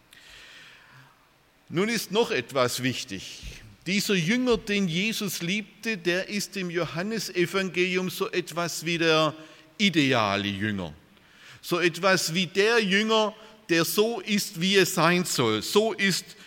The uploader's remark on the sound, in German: aus dem Gottesdienst der Liebenzeller Mission